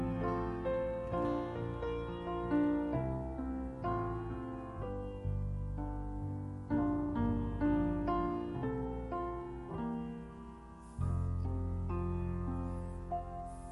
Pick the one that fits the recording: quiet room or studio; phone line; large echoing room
large echoing room